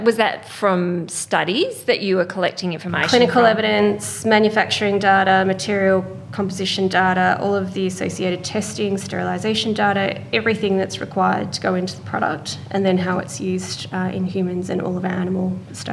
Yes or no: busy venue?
yes